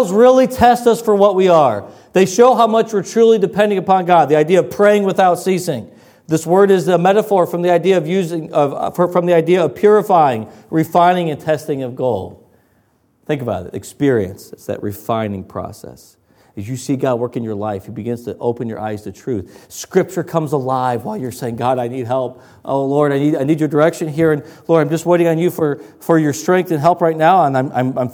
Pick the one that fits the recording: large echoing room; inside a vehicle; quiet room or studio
large echoing room